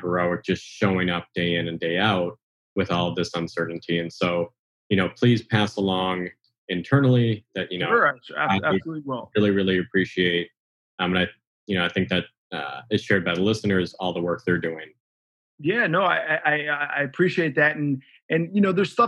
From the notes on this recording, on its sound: This Dialogue was conducted over Zoom, in recognition of the importance of safety and social distancing in the pandemic.